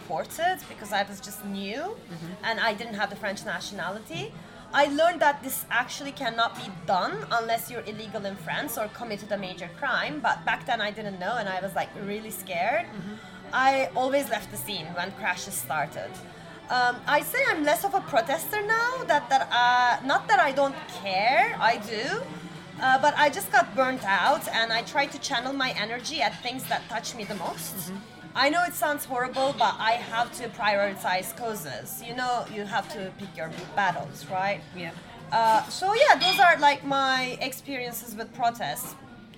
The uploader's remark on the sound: We recorded this episode on 2 December 2023, at Paradis du Fruit. We recorded this episode on 2 December 2023, at Paradis du Fruit .